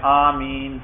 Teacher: مد سے مراد یہ ہے آمین کے الف کو لمبا کرنا